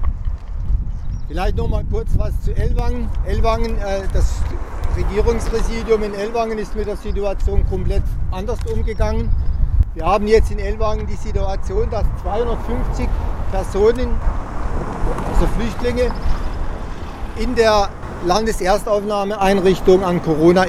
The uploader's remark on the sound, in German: Bildete sich nach 16 Uhr am Mittwoch 22.4.29 ab Eingang LEA eine 2m Abstand haltende Menschenketten Demo mit 30-50 Personen. Wegen Problemen mit dem Lauti wurde die geplante Kundgebungsrede nur bei RDL aufgezeichnet - mit im Hintergrund dem Rush-Hour Betrieb der sich normalisierenden Businessbetrieb in der Freiburger Wiesentalstr.